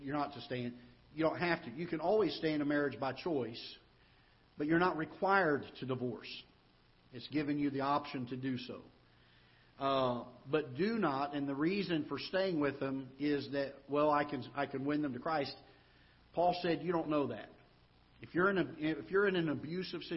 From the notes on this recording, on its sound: Ketha Heights Baptist Church ~ Live Broadcast.